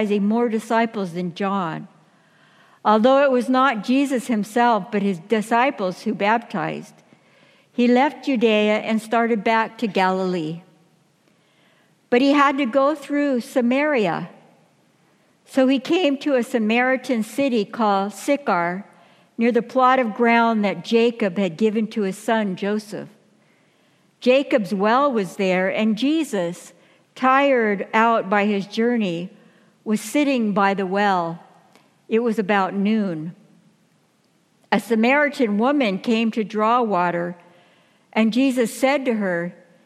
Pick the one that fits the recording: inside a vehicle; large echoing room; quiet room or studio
large echoing room